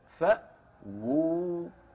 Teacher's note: الواو الأولى واو مضمومة والثانية واو مدية